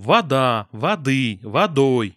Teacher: Вне зависимости от того, вода, воды, водой и так далее, вы всегда в предударном слоге имеете гласные типа А. Это так называемые сильные аканье. · Term: аканье так называемое сильное